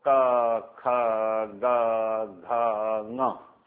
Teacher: जैसे अ कुह विसर्जनीय कंठ्या, तो अ और कवर्ग है ये कंठ की ध्वनियां हैं, तो क ख ग घ ङ ये ध्वनियां पांच हैं, लेकिन ये पांचों ही ध्वनियां एक ही स्थान से निकल रही हैं